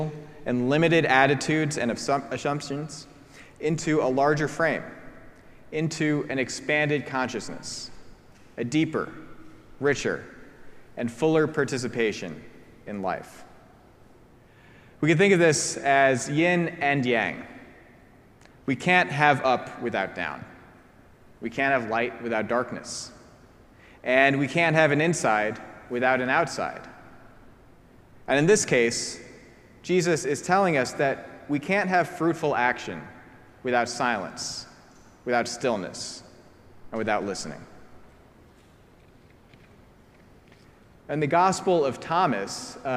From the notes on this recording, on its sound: preached at our celebration of the Holy Eucharist on the Sixth Sunday after Pentecost.